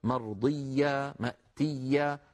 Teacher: التشديد هو أن يكون الحرف مضاعفة، أما الشدة هي انحباس الصوت، فالياء لا ينحبس صوتها بل تكون مضاعفة. إيا فيها شدة وليس فيها شدة، فصوتها مستمر لا انقطاع فيه.